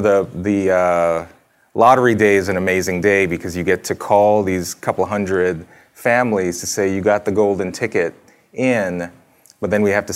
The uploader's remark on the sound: The Acton Institute for a discussion in front of a live audience.